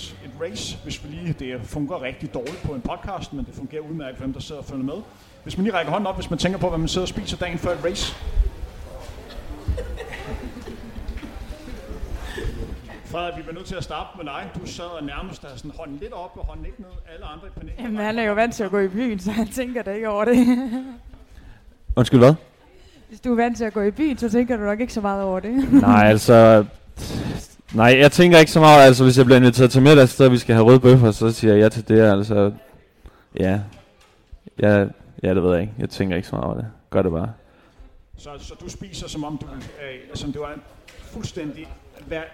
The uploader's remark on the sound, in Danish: Live podcast i forbindelse med HCA Marathon